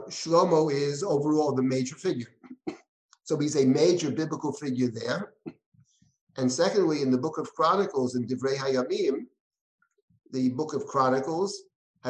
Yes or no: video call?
yes